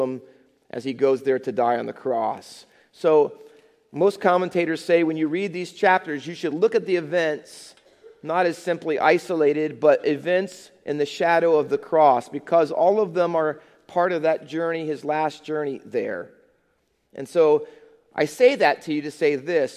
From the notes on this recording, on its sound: Faith Baptist Church in Hamilton, NJ.